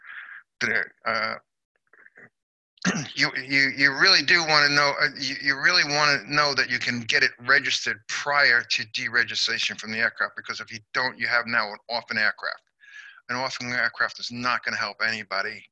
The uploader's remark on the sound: APTN Zoom Call #11